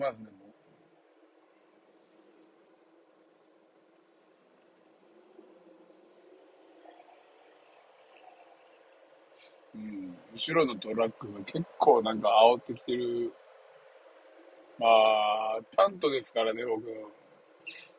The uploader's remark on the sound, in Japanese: サーフィンに向かう道中で収録！